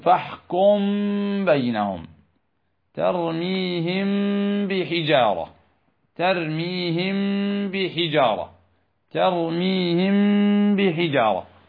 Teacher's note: فنقلل الاعتماد على مخرج الميم مع الإتيان بالغنة بمقدار حركتين · Term: الإخفاء